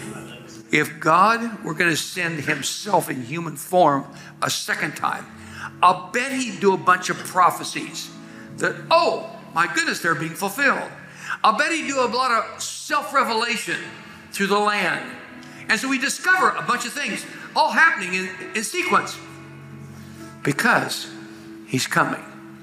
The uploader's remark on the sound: Live at Grace Woodlands Church